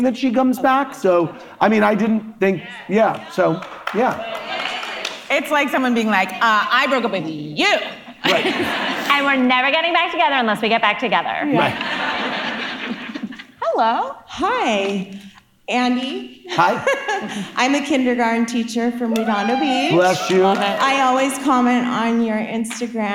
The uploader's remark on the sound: In front of a live audience. With thanks to the recording team at the Live Talks Los Angeles event at Aratani Theatre in downtown Los Angeles.